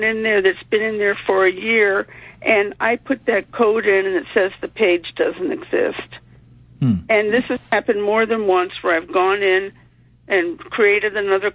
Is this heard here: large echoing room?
no